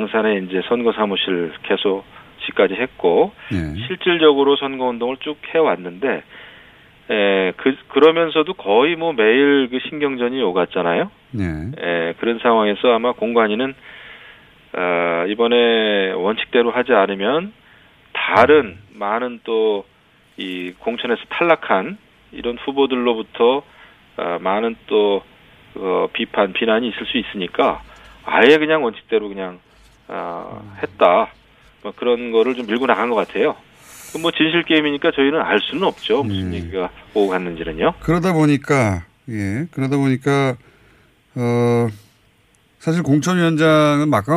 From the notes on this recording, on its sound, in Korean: 전화연결